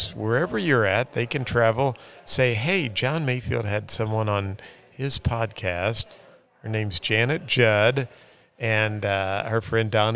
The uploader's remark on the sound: We are at the Missouri Realtors® Hybrid April Business Conference